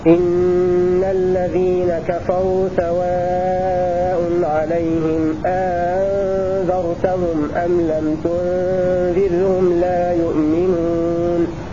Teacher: هذه رواية قالون بسكون الميم